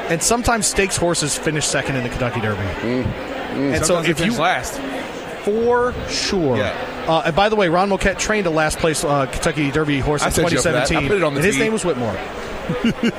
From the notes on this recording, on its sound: live from Churchill Downs